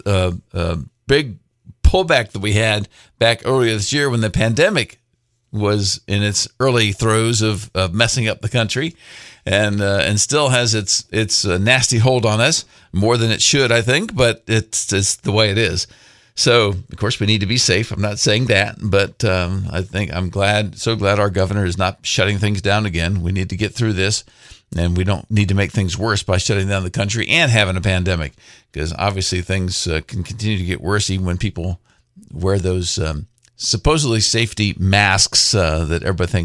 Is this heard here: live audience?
no